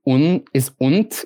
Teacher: But for example, like in German, the word for and is und. It's written like und, but you don't pronounce the D as D. You pronounce it as T, which is the voiceless version. · Term: final devoicing